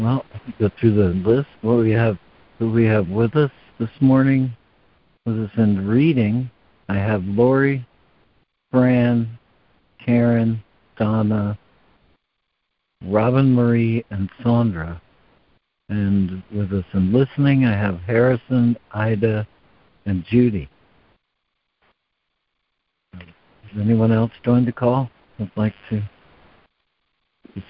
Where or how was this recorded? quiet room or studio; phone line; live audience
phone line